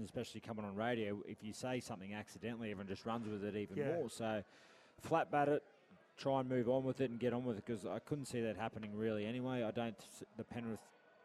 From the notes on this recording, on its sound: live from the Brisbane Greyhound Club